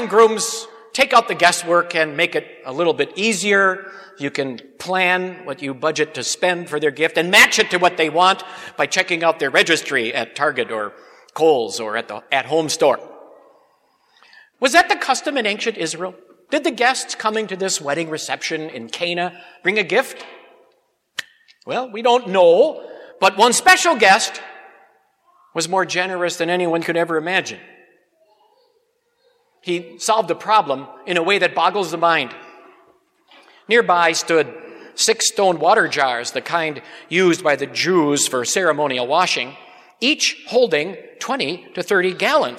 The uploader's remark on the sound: Preached at Grace Ev. Lutheran Church.